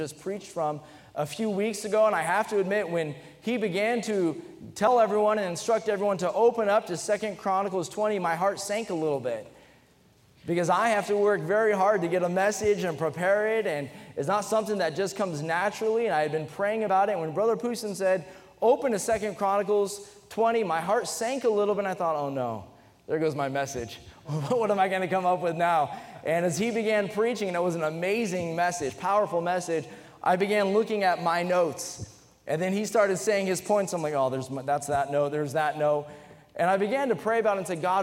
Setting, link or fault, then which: setting, large echoing room